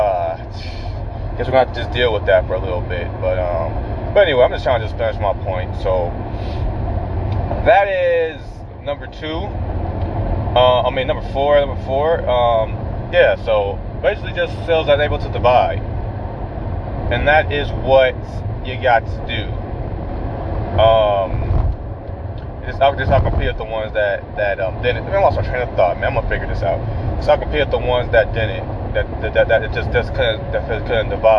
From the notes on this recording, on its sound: I am in my car. On my way to the MREA.